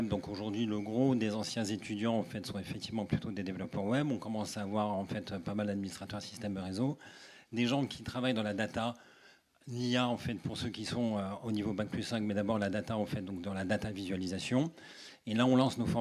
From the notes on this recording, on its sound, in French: Extra-Muros Live. Un épisode hors-série enregistré lors de l’inauguration du nouvel immeuble de Newton Offices Saint-Charles à Marseille. Ce n’est pas 1 mais 3 invités.